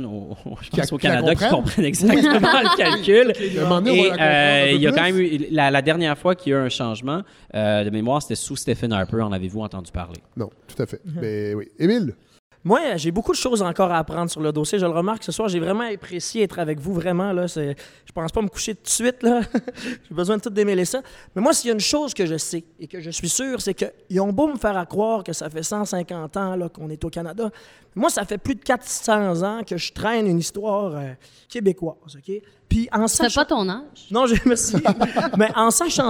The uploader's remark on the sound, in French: Un épisode hors-série organisé par les OUI Québec enregistré devant public au Bain Mathieu.